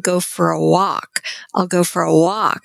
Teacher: I'm putting my emphasis on walk. That's the meaningful word.